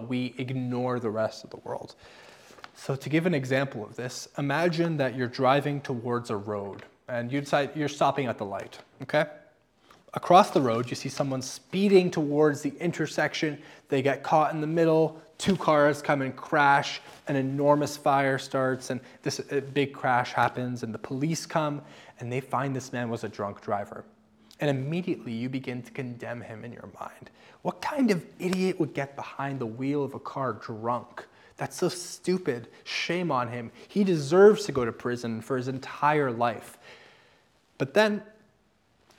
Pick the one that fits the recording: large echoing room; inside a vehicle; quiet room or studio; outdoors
large echoing room